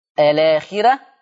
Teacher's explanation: عندي ترقيق الراء الآخرة، الراء مفتوحة وقبلها كسر عشان كده هيرققها ورش